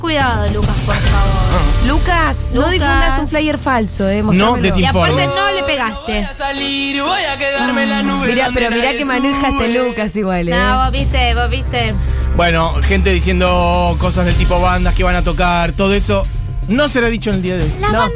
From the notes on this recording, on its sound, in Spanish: conferencia de prensa Festival Futurock en Tecnópolis